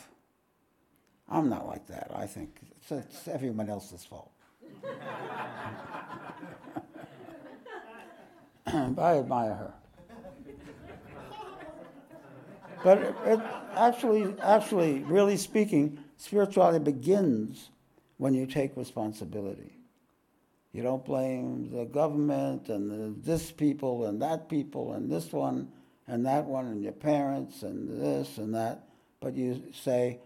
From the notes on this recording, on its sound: This podcast was recorded live at The Ashram in Mount Eliza on the 8th of April, 2023.